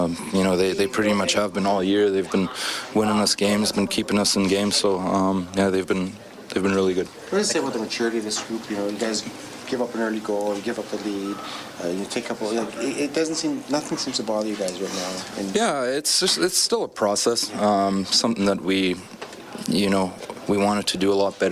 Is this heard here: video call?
no